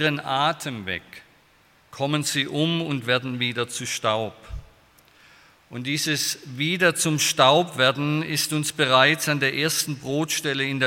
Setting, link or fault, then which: setting, large echoing room